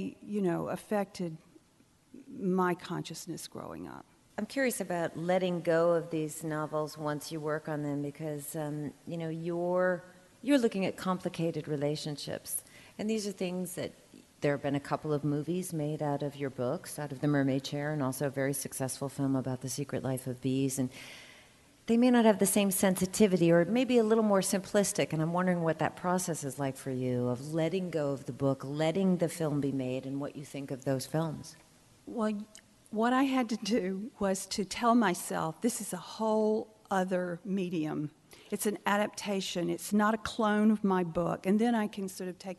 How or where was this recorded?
live audience